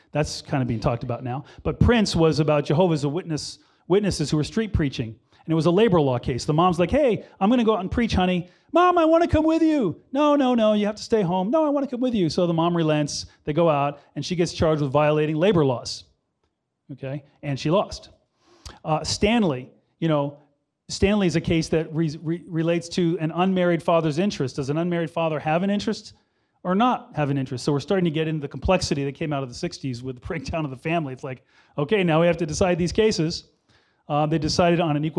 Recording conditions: live audience